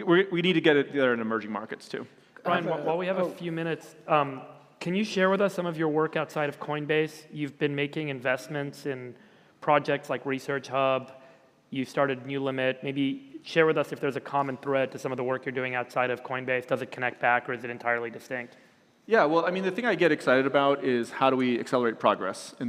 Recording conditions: live audience